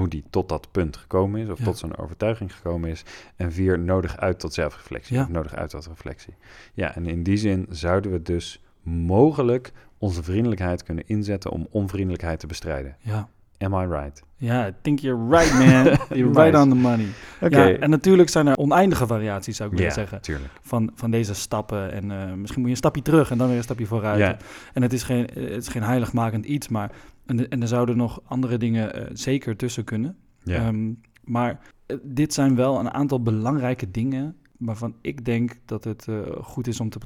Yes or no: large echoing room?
no